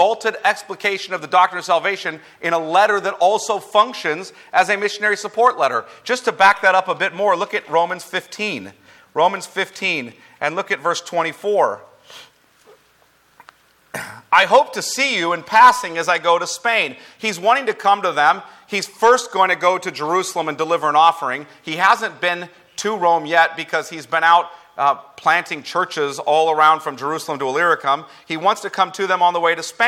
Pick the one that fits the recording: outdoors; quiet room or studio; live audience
live audience